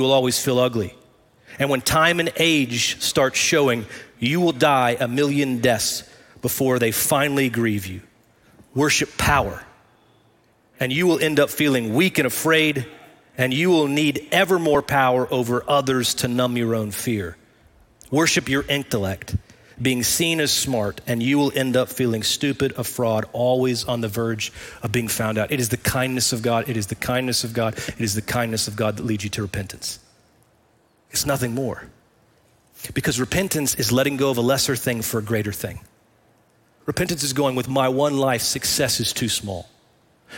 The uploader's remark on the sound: Recorded live at Brookwood Church.